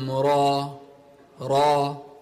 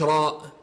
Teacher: ألف لام را را، مش راء، لا، من غير سكون ومن غير همزة · Shown in: first take · ألف لام را.